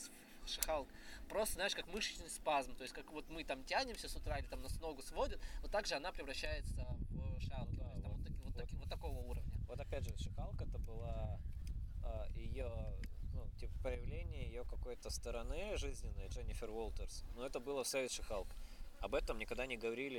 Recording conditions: wind noise